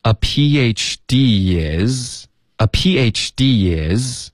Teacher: D 跟 is 它连读了，添加了一个 y